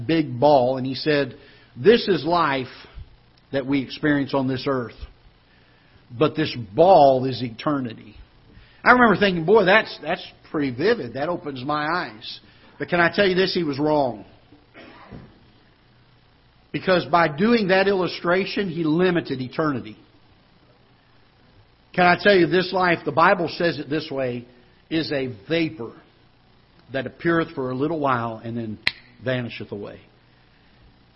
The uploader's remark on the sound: Ketha Heights Baptist Church ~ Live Broadcast